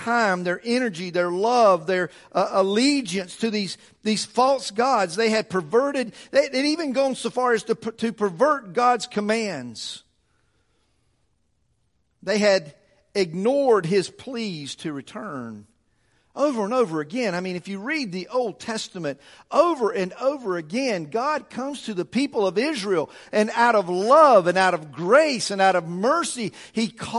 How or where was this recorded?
large echoing room